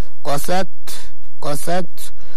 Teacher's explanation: همس حق التاء، نضغط عليها قليلا ومن ثم نفك كلام من أجل يخرج الهواء، هكذا قست، ولا نحولها زي السين، قست يعني لابد من إخراجها بالشكل الصحيح.